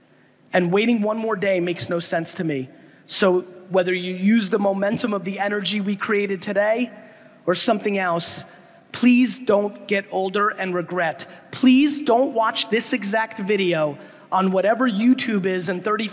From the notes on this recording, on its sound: a segment from a throwback keynote I gave in Jakarta, Indonesia a few years ago